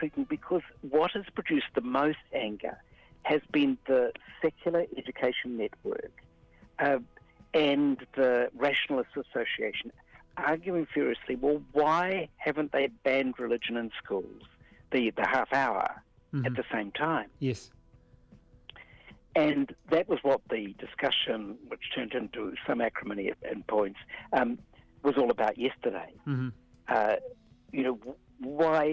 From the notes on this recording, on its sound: chimes in over the telephone